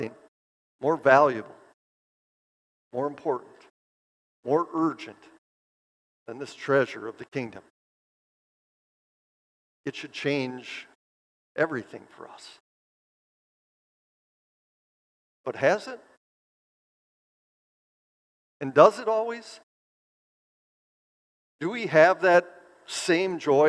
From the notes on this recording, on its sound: preached this sermon at Bethany's Sunday worship on July 30, 2023